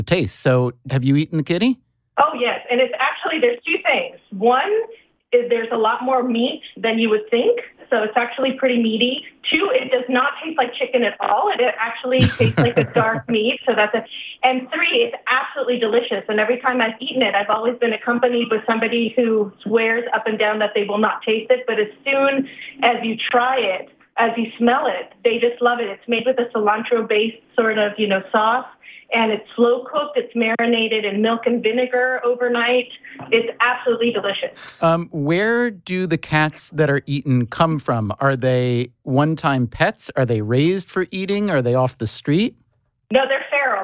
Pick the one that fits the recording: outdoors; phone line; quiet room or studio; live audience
phone line